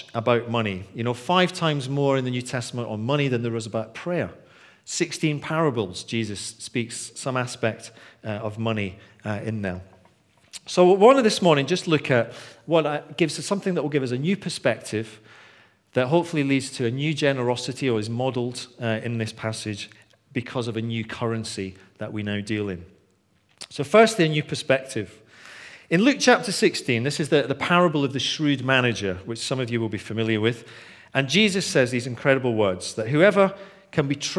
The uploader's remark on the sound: Recorded on 21st February 2016 at our Bournville gathering